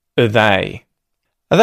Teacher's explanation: there's only one step here and it is turning R into the schwa so that you'll hear are they.